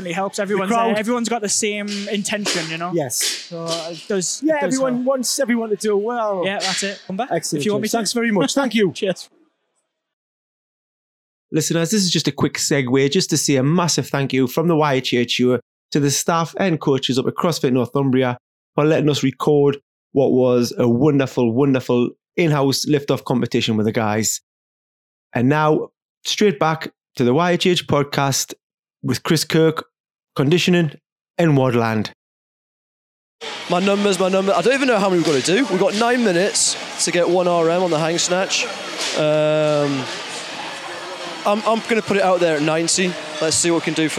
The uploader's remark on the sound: This week's episode comes from the wonderful and exciting in-house competition held every year at the award winning Crossfit Northumbria. Letting the YHHS record an episode live during the hustle and flurry of the North East premiere crossfit athletes.